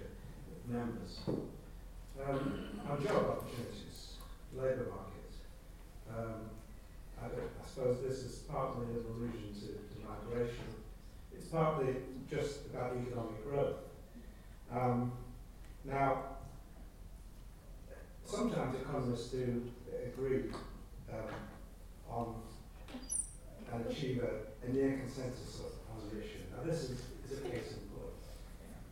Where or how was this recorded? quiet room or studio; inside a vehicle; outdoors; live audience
live audience